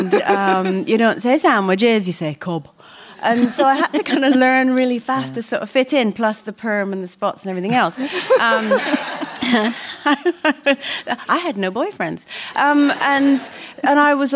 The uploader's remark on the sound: In Conversation recorded at Kings Place back in May